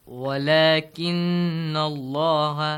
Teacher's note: The letter Lam in the word Allah and Allahumma must be pronounced heavily with an A sound in case we have a Fatha sound or a Dhamma sound before the word. · Term: heavy sound